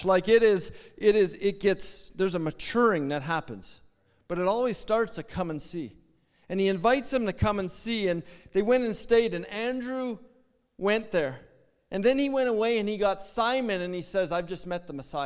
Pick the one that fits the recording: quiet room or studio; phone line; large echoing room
large echoing room